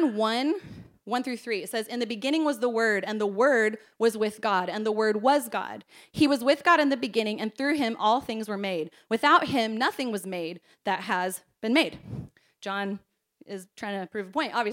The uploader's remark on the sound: This message was preached at our Combined Service